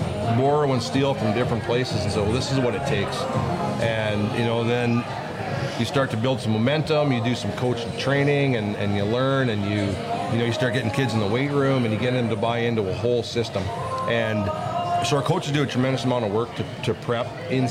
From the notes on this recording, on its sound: Live at the The Canadian Brewhouse. Live at the The Canadian Brewhouse.